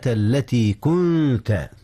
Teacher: أخفي النون قبل التاء، إذ التاء من حروف الإخفاء